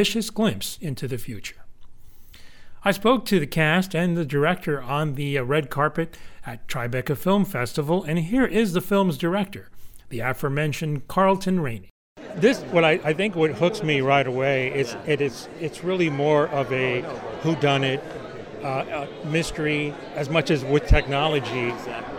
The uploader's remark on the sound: Red carpet interviews taped at Tribeca Film Festival